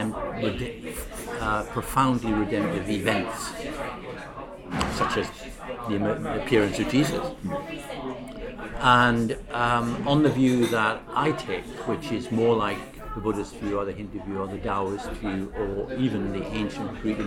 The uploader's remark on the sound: The conversation was recorded in a hotel bar in central London, so there is some background noise.